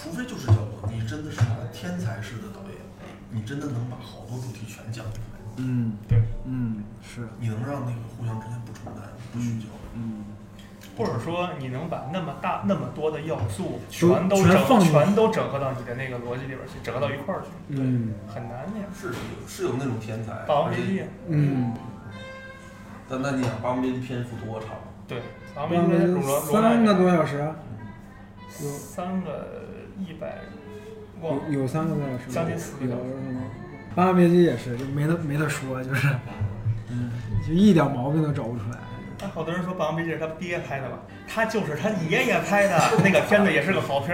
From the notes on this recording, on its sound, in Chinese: 录音环境为餐馆，所以背景音有些嘈杂